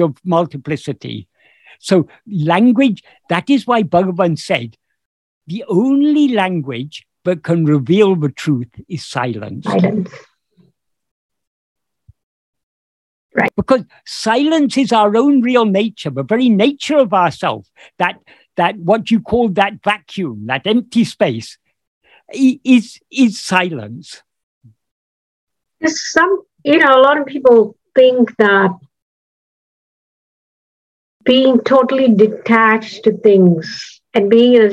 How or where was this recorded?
video call